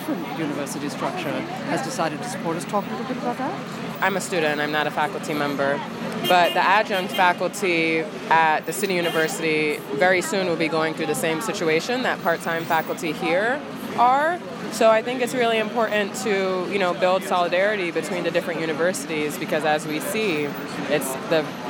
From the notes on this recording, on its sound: The sound of the picket line at the New School’s flagship University Center building at 5th and 13th Street bore witness to month-long strike by the University’s part-time faculty.